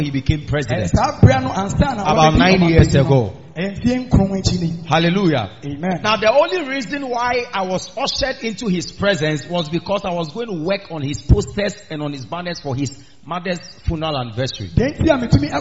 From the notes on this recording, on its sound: Preached At The Miracle Arena